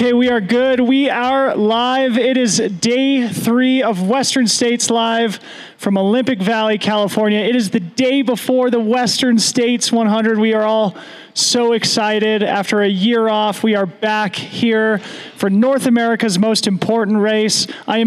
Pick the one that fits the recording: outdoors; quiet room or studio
outdoors